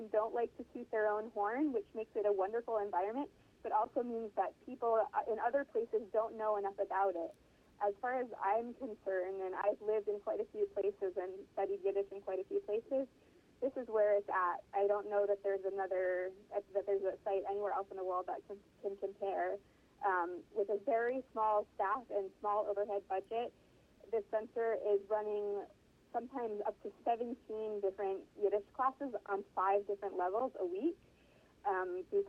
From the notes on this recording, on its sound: She joins us on the phone from Paris